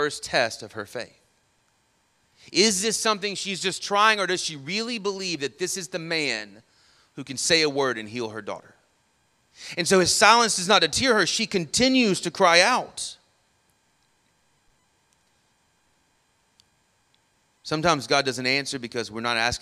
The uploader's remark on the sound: Sermon audio from our morning service